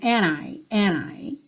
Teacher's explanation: Quando eu tenho um N antes, Muitas vezes no inglês americano, esse D acaba não aparecendo.